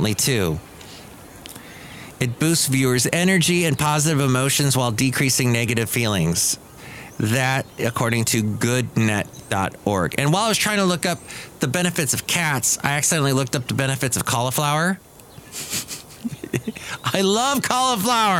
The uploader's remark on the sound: podcasts live from Cafe Anyway